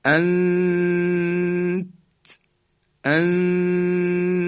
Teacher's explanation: خب ببینید، ما وقتی که همزه رو میگیم میگیم ا و نون ساکن رسیم که بعدش هم تی دو نقطه است، در حقیقت ما جوری تلفظ میکنیم که نون رو مخفی میکنیم، اما در ابتدای مخرج تی دو نقطه هستیم. اما تی دو نقطه رو هم در اون حالتی که دو حرکت قنه رو انجام میدیم تلفظ نمی کنیم. · Term: اخفا